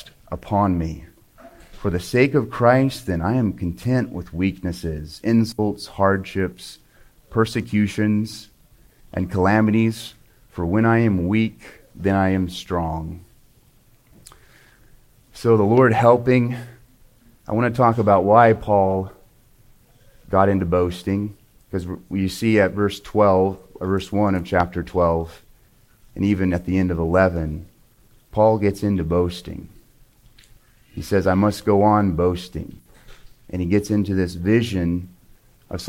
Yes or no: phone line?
no